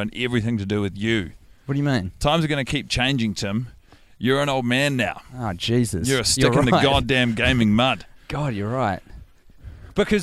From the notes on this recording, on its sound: The boys initial recording of this watch has been lost to the sands of time due to a technical glitch. Record it while walking about the neighbourhood at night.